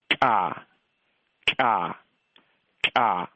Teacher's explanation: You can hear that characteristic burst of air that comes out of the mouth as you say the sound. · Term: ejective consonant